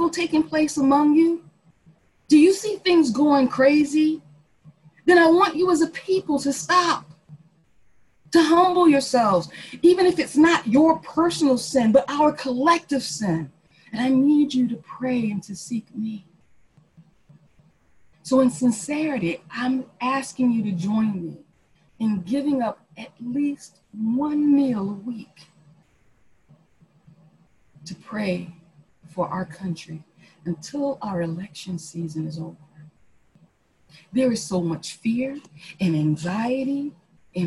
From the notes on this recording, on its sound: Our zoom streamed service